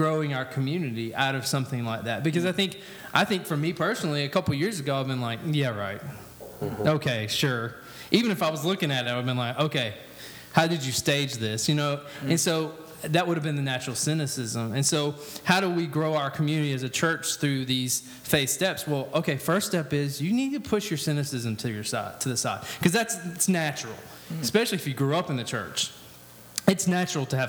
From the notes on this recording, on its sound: This was recorded before a live audience.